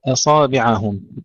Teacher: الهمزة مرققة والصاد مفخمة